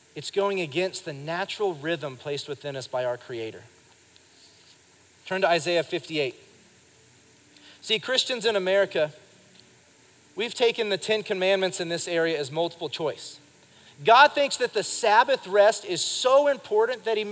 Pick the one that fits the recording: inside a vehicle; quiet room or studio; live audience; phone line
live audience